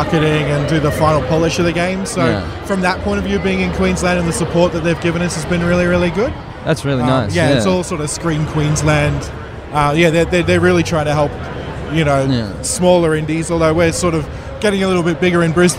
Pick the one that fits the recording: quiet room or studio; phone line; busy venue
busy venue